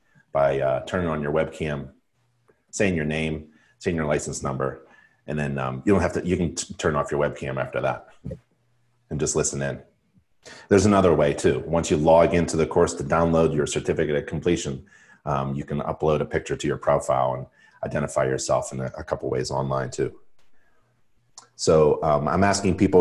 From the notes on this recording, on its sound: live InterNACHI webinar